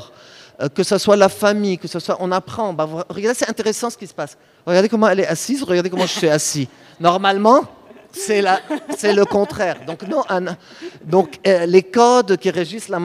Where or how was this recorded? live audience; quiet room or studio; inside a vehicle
live audience